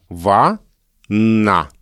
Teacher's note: Два слога «ва-на». Мы там произносим реально один долгий согласный «н». «Ва-на». Так мы делим слово на слоги с точки зрения фонетики.